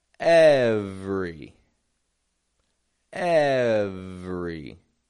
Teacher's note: Kind of dropping that E that's in the middle right out of the word, just to have an every.